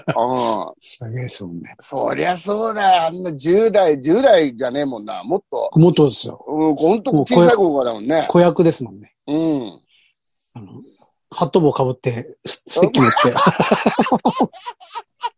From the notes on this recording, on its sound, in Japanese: ZOOMで収録。